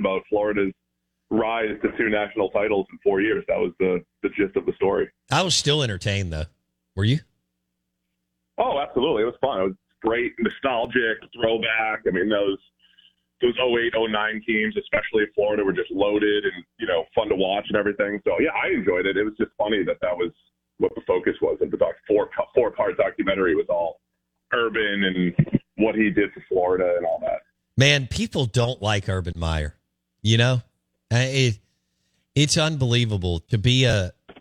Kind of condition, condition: link, phone line